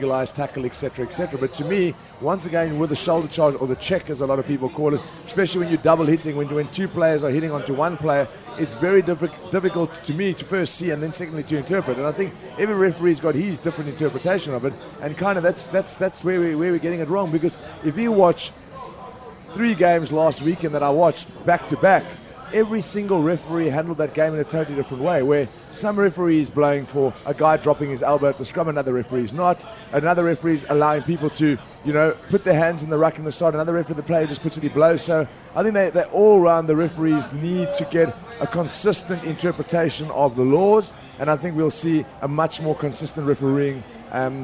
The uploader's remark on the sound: From our spiritual home Barasti. The Grill at Barasti, where the game is always on.